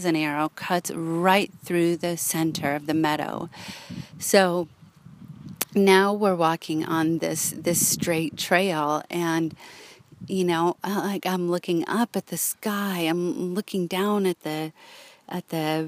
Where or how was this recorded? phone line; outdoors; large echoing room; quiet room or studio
outdoors